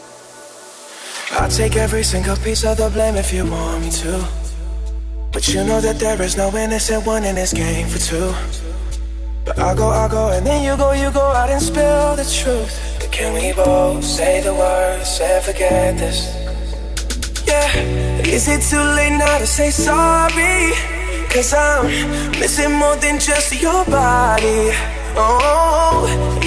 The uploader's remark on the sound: LIVE SET WEEKDAY STORE OPENING FRANKFURT